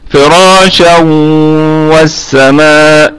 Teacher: تنوين أتى بعده حرف الواو فحكمه إضغام بغنة